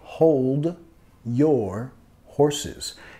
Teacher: Y vinculando hold your. Acá estoy vinculando con el j.